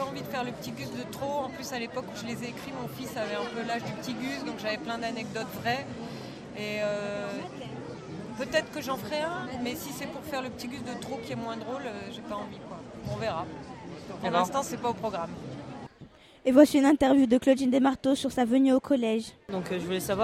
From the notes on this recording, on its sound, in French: Retrouvez l'émission enregistrée au coeur de l'édition 2019 de la fête du livre de jeunesse de Villeurbanne.